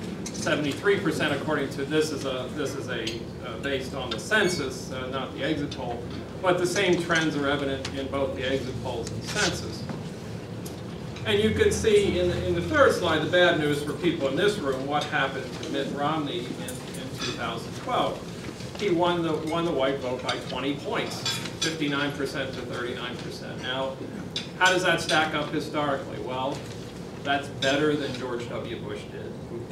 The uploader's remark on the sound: WASHINGTON, DC. Appeared before a breakfast discussion of The Ripon Society.